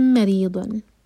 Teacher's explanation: ری باریک کسرہ ہے اور ضاد ہے بھی